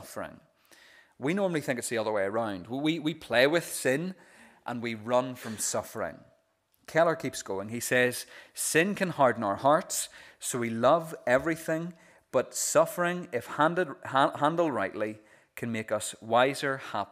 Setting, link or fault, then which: setting, large echoing room